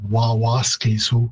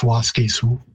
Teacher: What's happened there is simply the repeated syllable at the beginning has been lost · Shown in: second take · So instead of Wawaskisu, it's just Waskisu.